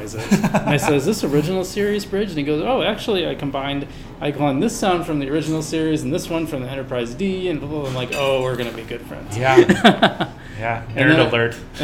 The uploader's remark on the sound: Live at Daly's